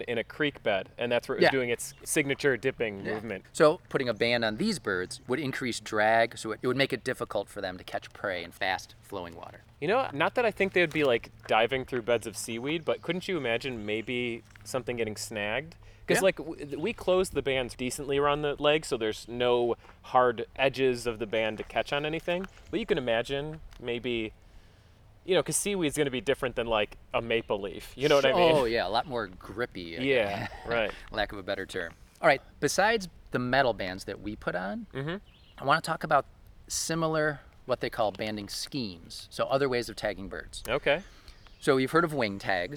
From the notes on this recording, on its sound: This episode was recorded on July 14, 2019 at the Reinstein Woods Nature Preserve in Cheektowaga, New York.